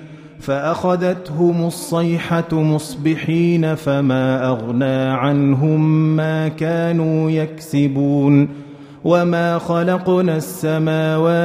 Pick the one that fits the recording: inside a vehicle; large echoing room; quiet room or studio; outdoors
large echoing room